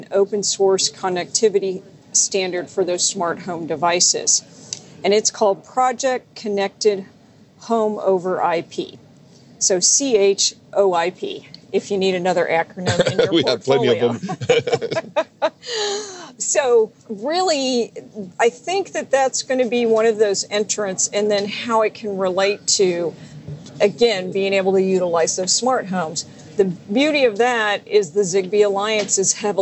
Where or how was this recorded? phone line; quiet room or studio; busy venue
busy venue